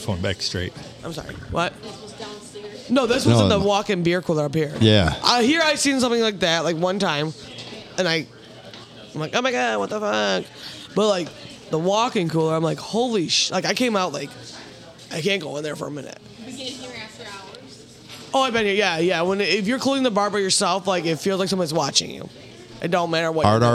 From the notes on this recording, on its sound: Recorded on a Sunday night with a full crew at a busy bar, thanks to the Blue for having us!